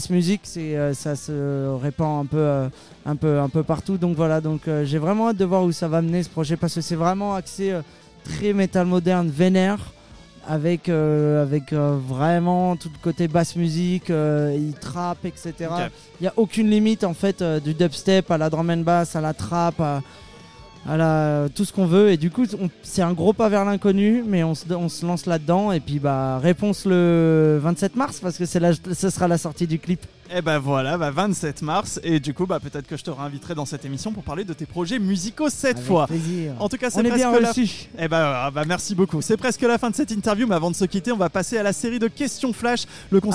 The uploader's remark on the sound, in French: Le podcast Rock et Metal hebdomadaire de la plateforme SVOD THE PIT et Gérard Drouot Productions, enregistré et diffusé en direct dans le bar parisien Hellfest Corner.